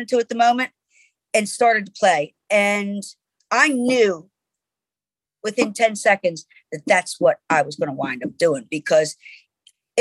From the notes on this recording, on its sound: To the Zoom Room.